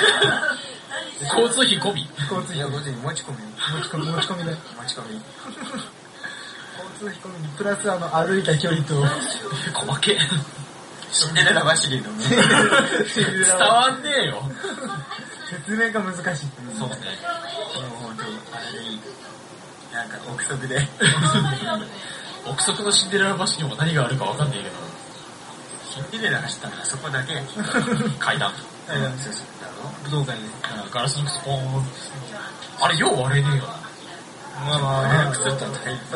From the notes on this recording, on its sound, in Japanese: 飲みながらの収録なのでやかましかですばい